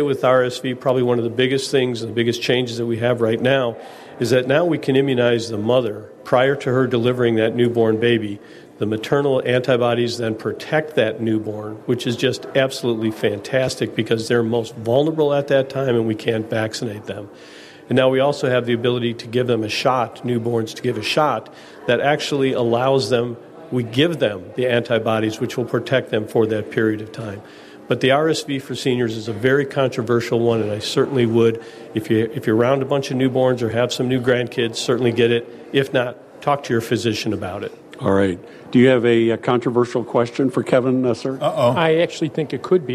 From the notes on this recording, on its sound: live from Treetime at Lake Barrington!